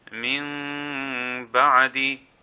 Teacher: So the noon sakin is followed by a ba, so the noon sakin, the n sound, will turn into a meme sound, and it will be lengthened when we recite it. · Term: Iqlab